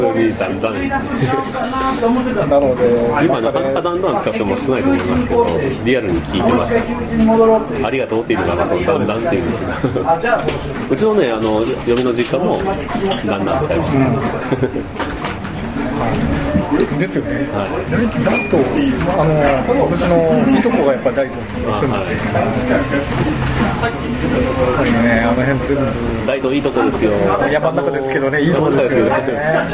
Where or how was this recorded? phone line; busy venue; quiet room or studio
busy venue